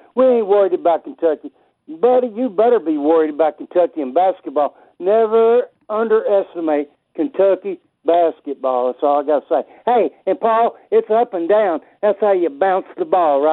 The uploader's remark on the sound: Of course more of your phone calls.